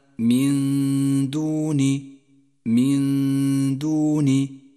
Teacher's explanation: من دوني، النون الساكنة جاء بعدها حرف الدال وهو حرف إخفاء، والواجب هنا أن نخفي النون بالدال مع بقاء غنة النون من غير تشديد للدال · Term: الإخفاء